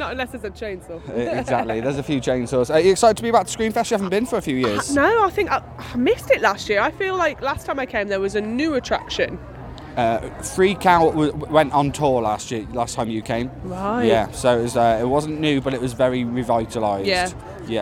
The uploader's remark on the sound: ScareTrack- Screamfest /On-location Review Episode 2023. ScareTrack visit Screamfest at the National Forest Adventure Farm in Burton.